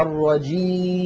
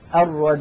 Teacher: سددت الأنف الآن ولم يتغير الصوت، فنطقنا كان بياء صحيحة خالية من الغنة · Shown in: first take · أما لو قلنا الرجيم نلاحظ بأن الصوت يختل بسبب سد الأنف وفتحه.